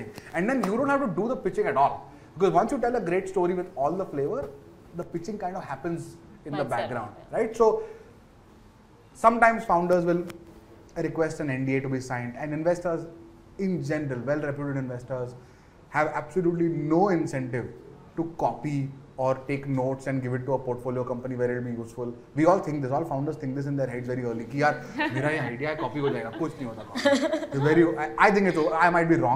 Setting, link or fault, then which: setting, live audience